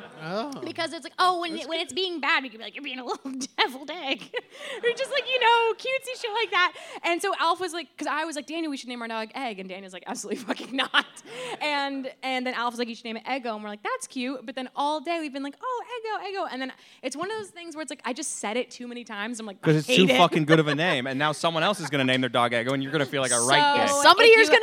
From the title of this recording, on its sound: LIVE at the New York Comedy Festival!